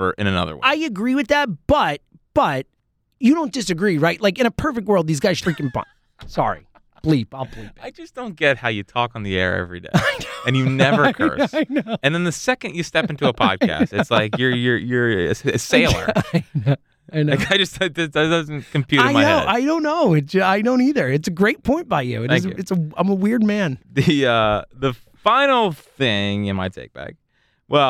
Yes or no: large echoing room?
no